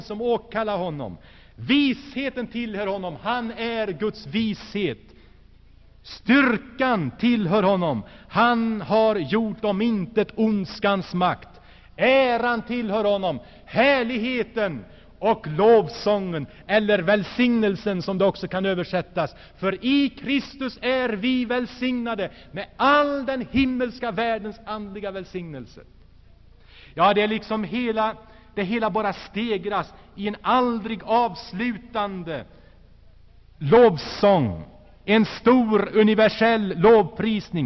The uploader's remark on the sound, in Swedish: Inspelad i Saronkyrkan, G&#246;teborg 1985-02-03.